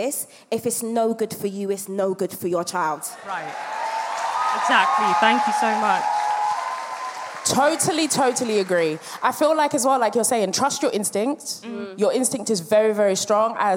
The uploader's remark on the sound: we’re back for act 2 at the sold-out Clapham Grand with audience confessions